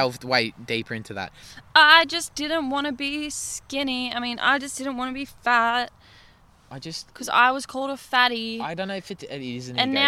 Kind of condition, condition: setting, outdoors